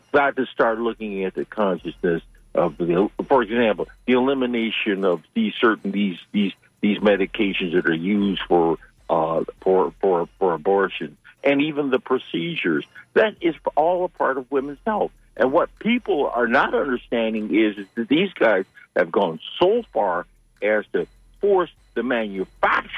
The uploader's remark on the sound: unique magazine format call-in show